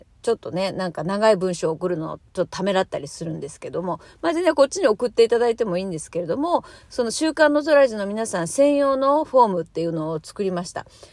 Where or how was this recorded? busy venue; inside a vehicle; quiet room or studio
inside a vehicle